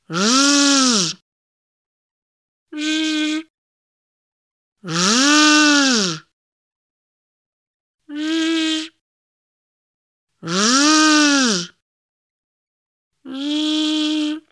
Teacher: если горлышко дрожит, то это значит, что звук «ж» звонкий